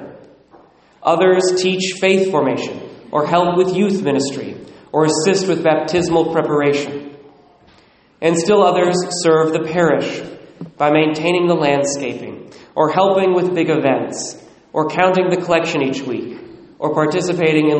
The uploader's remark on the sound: Recorded at Immaculate Heart of Mary, Sedro-Woolley, WA